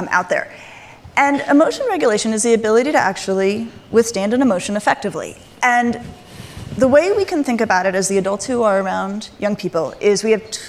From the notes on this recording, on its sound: panel discussion at Aspen Ideas